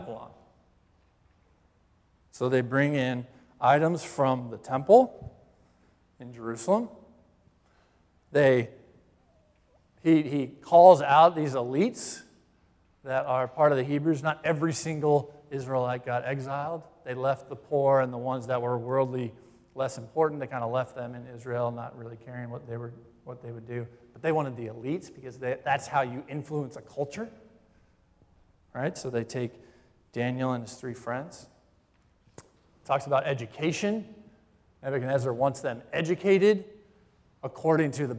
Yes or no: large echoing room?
yes